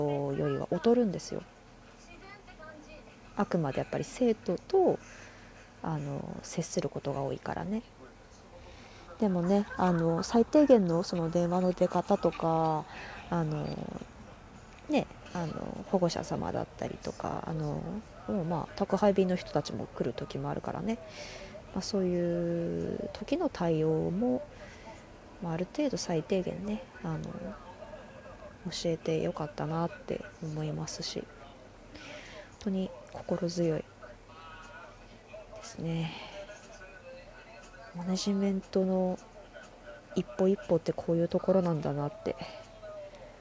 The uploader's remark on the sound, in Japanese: テレビの音声意外に入るなぁ。